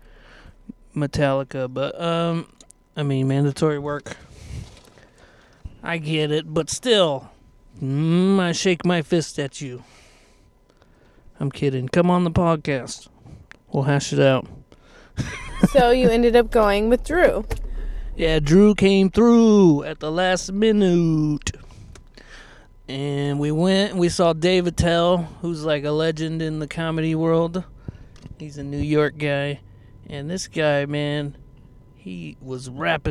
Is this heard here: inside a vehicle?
yes